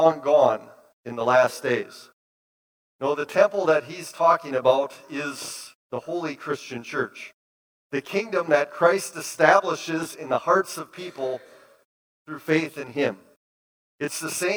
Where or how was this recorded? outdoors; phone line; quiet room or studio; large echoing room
large echoing room